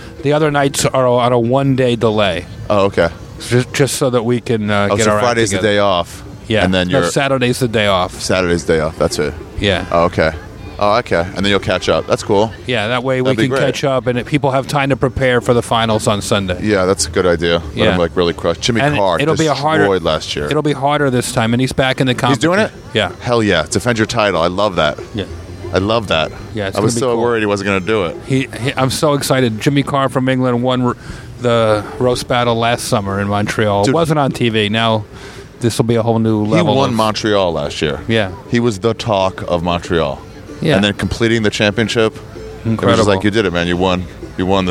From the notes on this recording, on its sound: Met me in Washington Square Park to talk about delis.